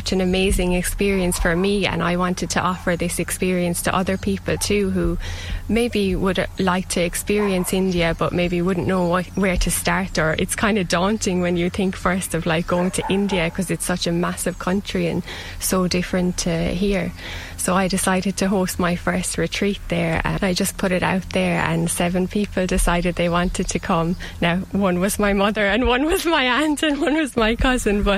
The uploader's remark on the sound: went out to Glenbrohane to do gentle yoga in the shadows of the mountains